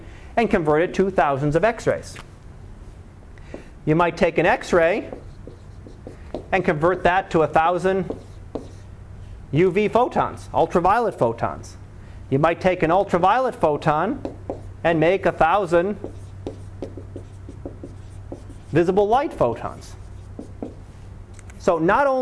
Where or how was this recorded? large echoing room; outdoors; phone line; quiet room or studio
large echoing room